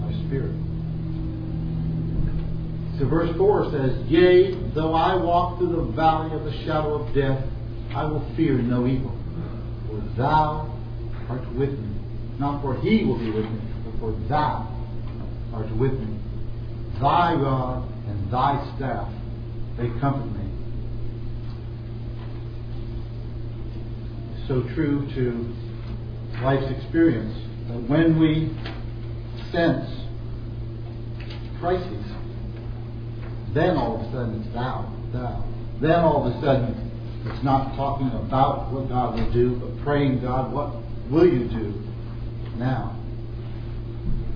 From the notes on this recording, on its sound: At the Retirement Center Fellowship. These sermons are preached in a public setting, so you may hear some background noise.